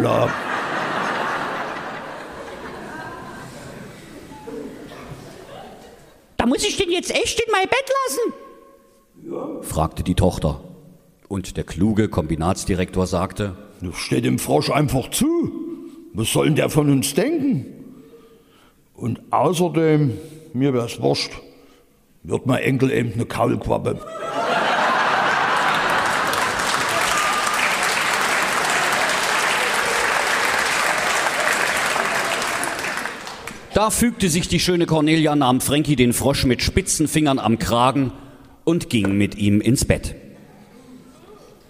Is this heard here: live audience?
yes